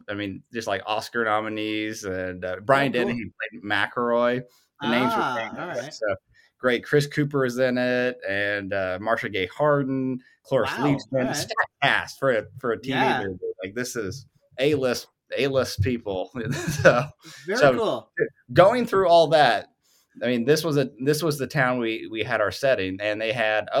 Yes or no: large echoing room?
no